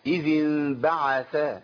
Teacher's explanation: إذ انبعث العين محركة بفتحة